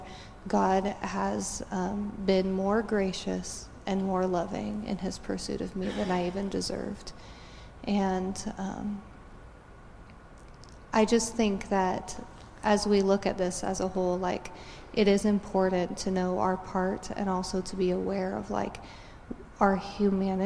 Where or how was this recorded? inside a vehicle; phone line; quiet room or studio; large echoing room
large echoing room